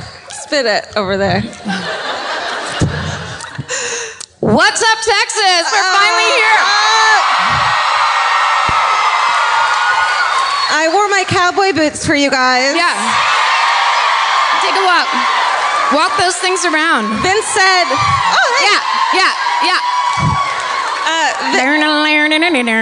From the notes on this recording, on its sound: Live at the Moontower Comedy Festival. Live from Austin, Texas!